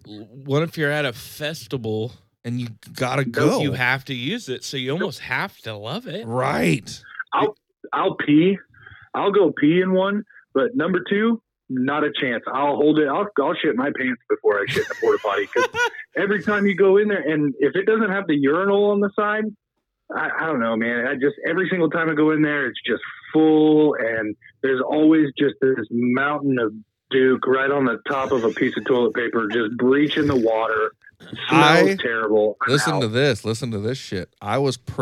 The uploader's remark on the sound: had multiple people call